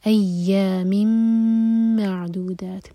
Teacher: مم ادغام غنہ کے ساتھ. مع عین پر جھٹکا نہ آئے.